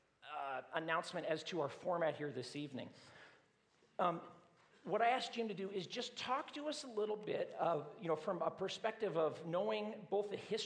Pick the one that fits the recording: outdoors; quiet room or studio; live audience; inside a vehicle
live audience